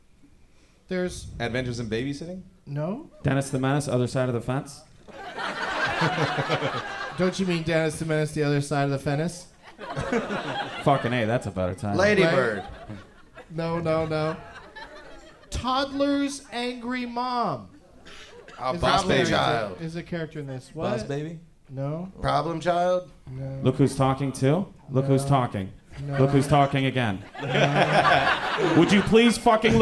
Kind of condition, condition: setting, live audience